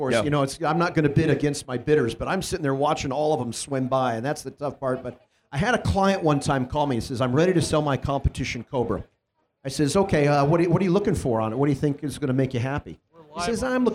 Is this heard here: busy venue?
yes